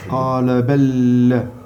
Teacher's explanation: Mais vu que deux lems se suivent, le premier il est muet. Et sur le deuxième on met une shadda.